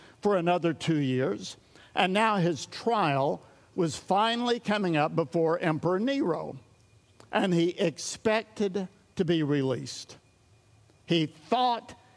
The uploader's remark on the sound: This series of our studies was recorded at Sunnylane Family Church in Oklahoma